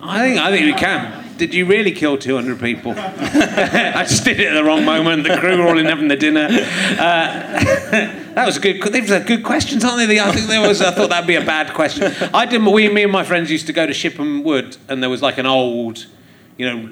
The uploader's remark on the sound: Leicester Square Theatre Podcast. Interviews a member of his audience.